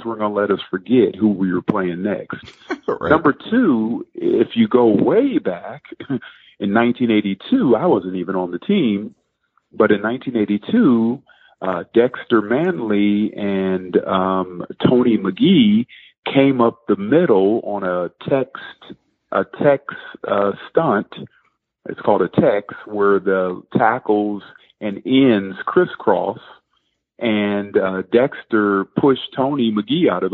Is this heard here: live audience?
no